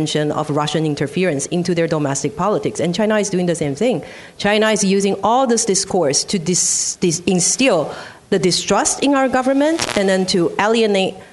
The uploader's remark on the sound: a special ICRT-TVBS World Taiwan election roundtable event recorded at the National Taiwan Normal University in Taipei